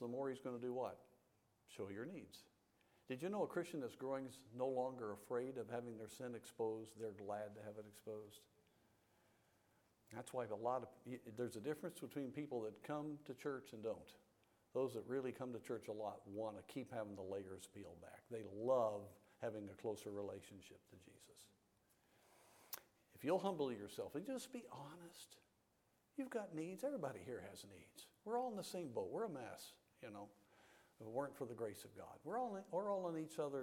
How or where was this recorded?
large echoing room